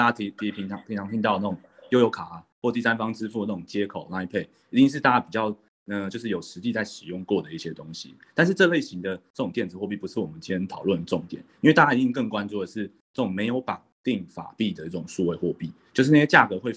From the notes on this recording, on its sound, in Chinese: 我們這次特別把 Clubhouse的內容全程錄音。